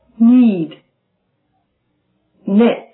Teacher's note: 发这个鼻辅音的时候，舌尖紧紧地贴住上齿龈，软腭下垂，气流从鼻腔泄出。和上一个鼻辅音一样，为了防止吞音呢，在词尾的时候，这个音可以稍稍拖长。好，请大家跟着我们一起练习。